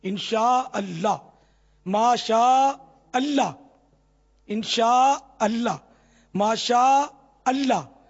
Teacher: اللہ کا الف ظاہر ہونا ضروری ہے